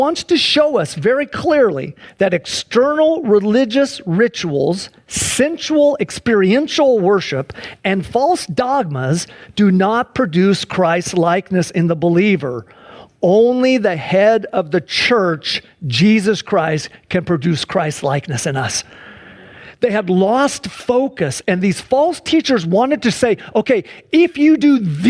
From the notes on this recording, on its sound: Sunday church service livestream